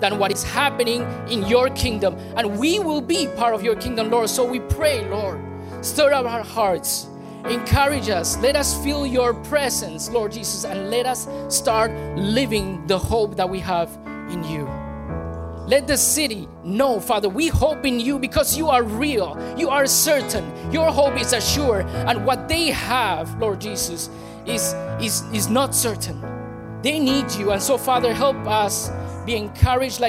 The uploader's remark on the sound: Recorded on January 14, 2018 at THRIVE Church Vancouver, Canada